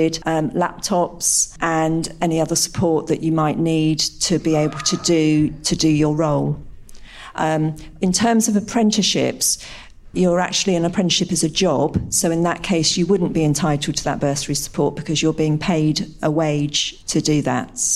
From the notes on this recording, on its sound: Asked questions from the audience.